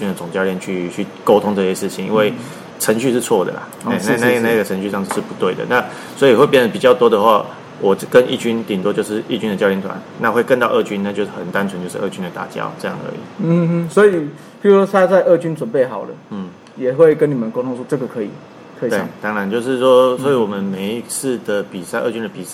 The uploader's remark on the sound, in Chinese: 本集錄音於球場，全程使用錄音設備較精簡，音質不佳請見諒。特別南下到獅隊春訓基地。